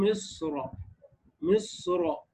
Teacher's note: فالتفخيم هو المقدم وقفا في كلمة مصر، واما وصلا فالتفخيم قولا واحدا.